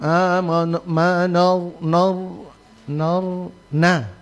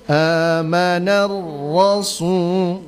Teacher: Nanti pada masuk ra itu ditebalkan · Shown in: second take